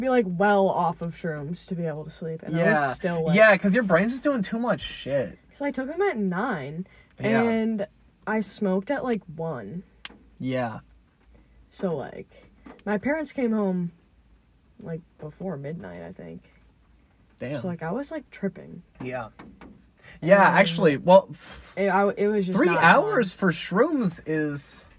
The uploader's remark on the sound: Minicast in my car.